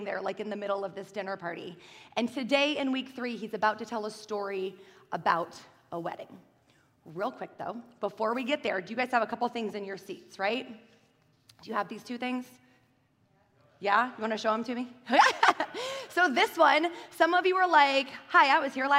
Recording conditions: large echoing room